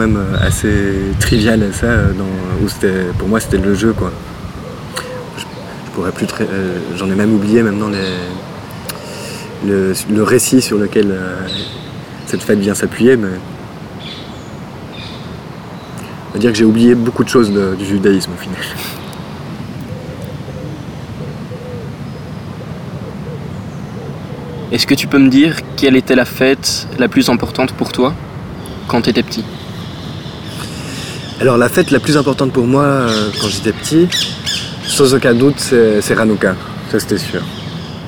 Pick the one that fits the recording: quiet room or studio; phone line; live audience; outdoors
outdoors